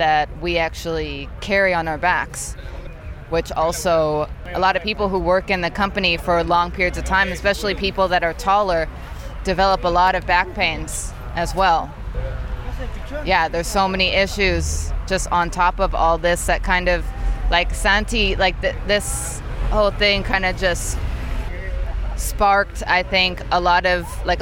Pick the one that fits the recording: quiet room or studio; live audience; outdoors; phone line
outdoors